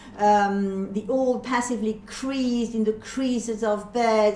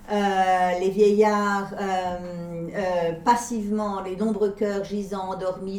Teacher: Faced with a very harsh rhythm of velar consonants, the translator softens here the K sounds into the more gentle alliterative structure of P's.